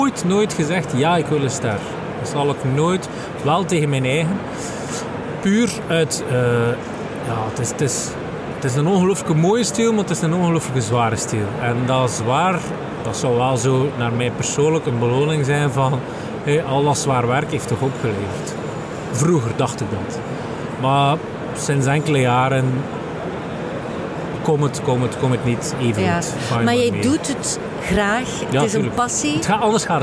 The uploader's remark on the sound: Horeca Expo Live